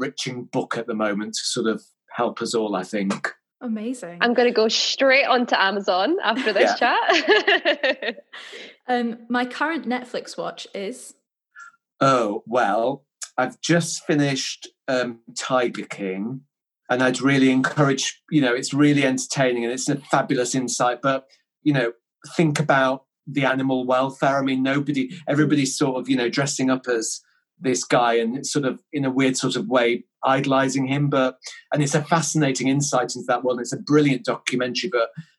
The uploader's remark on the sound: Joins us over zoom. This was recorded in early May 2020 over zoom.